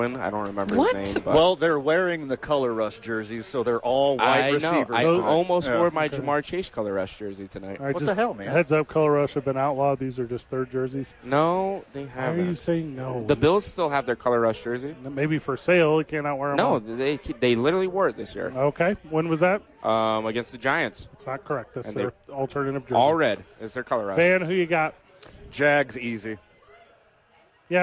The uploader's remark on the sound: live from Howies!